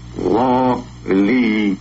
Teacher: Кончик языка совершает путь в три шажка вниз по небу, чтобы на третьем толкнуться в зубы